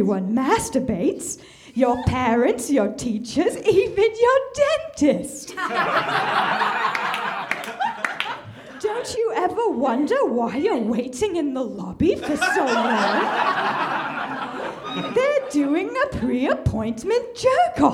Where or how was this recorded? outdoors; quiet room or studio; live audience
live audience